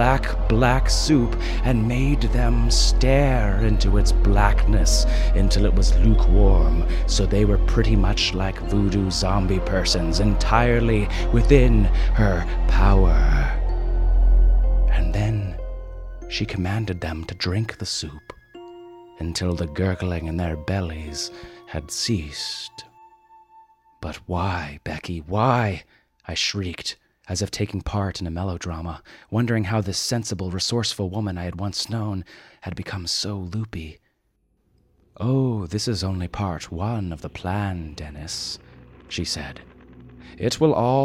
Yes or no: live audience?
no